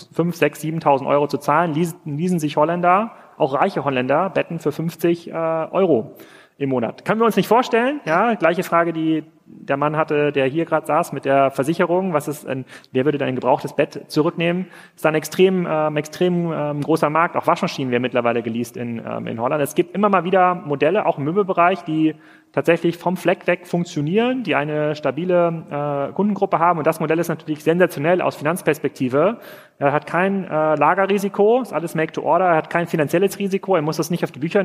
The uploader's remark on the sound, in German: live vom POL